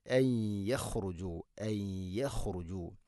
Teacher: വനന്തും ഐ യഖ്റുജു, സാകിന നൂനു ശേഷം യാ ഇദ്ഗാം ബിഗുന്ന, നൂനിനെ യാ ഇലേക്ക് ഇദ്ഗാം ചെയ്ത് മണിച്ചുകൊണ്ട് ഉച്ചരിക്കണം